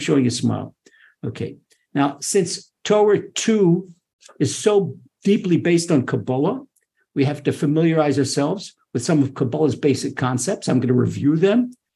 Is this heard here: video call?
yes